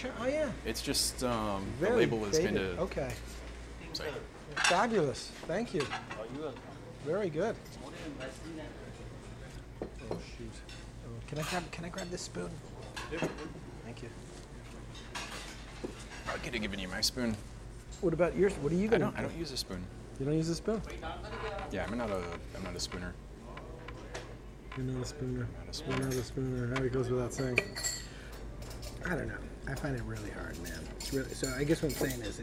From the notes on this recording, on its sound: A nice lunch and walk-and-talk conversation. Apologies for the background noise and inconsistent levels. I tried to clean everything up as much as possible but it was shockingly hard and time consuming.